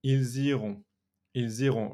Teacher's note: I connect the S of il with the I of iront.